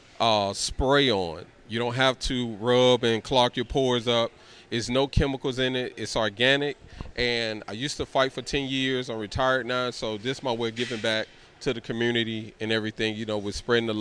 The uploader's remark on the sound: Recorded in Atlanta, GA at Cosmopolitan Premier Lounge. Heartland Radio covers a Night Of Championship Boxing presented by Pulse Boxing.